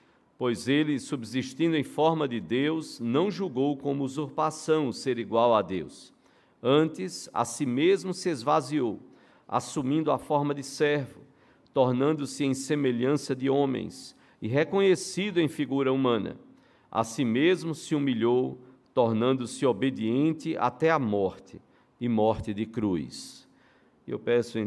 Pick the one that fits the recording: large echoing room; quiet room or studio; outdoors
large echoing room